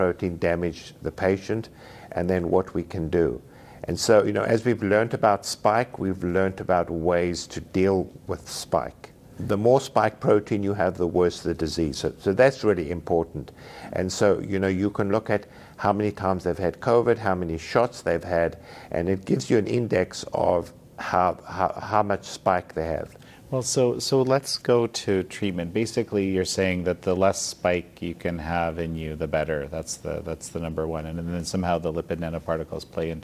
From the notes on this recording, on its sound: At the FLCCC Conference last month, I sat down with critical care physician.